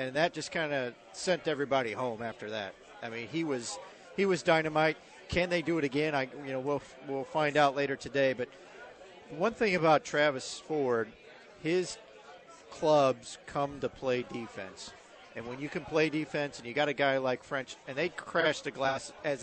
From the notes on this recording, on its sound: broadcasting live from Maggie O'Briens